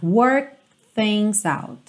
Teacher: Você meio que para no K.